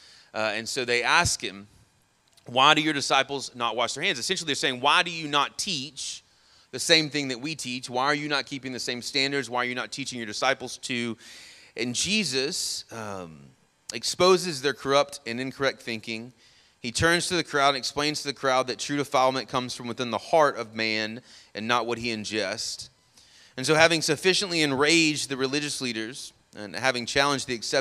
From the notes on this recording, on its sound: Sermon audio from our morning service